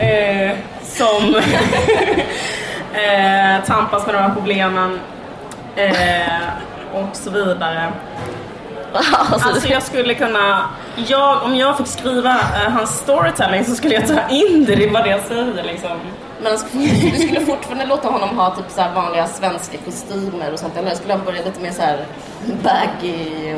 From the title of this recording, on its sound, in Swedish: Live på Bokmässan